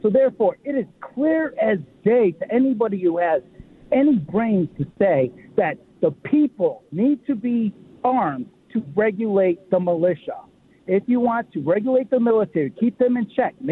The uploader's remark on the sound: The phones are filled with response from listeners.